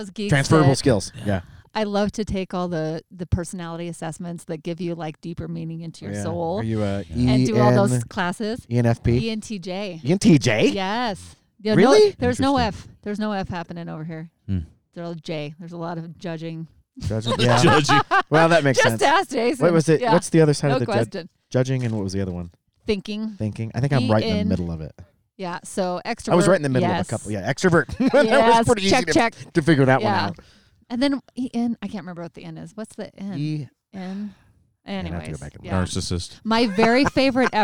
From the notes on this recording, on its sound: In this episode, we go ON THE ROAD!! We recorded this episode sitting in a circle in the mountains while on vacation for 4th of July.